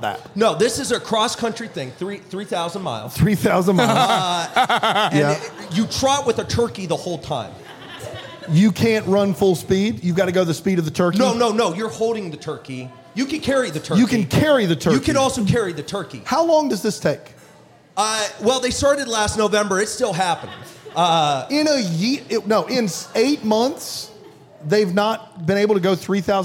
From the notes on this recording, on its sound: LIVE in Greenville, SC.